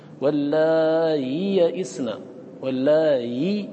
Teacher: بالتسهيل بين بين، لم يقرأه بالهمز